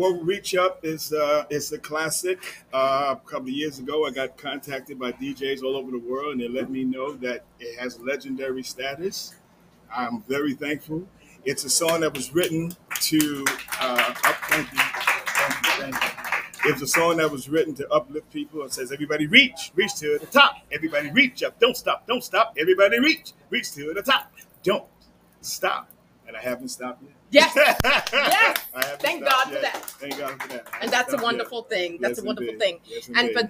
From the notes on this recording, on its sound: LIVESTREAMED ON LOCATION AT BOUJIE BOUTIQUE, JERSEY CITY, NJ